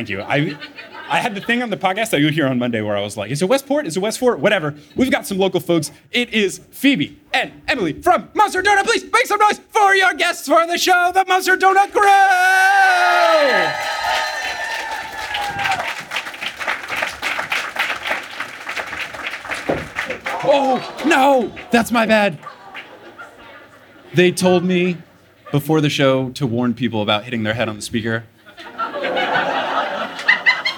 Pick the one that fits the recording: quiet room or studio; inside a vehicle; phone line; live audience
live audience